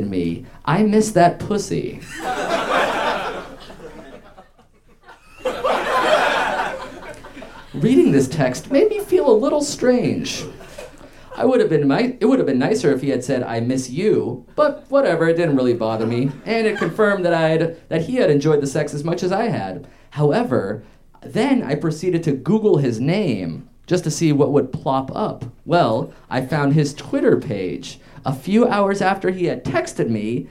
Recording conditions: live audience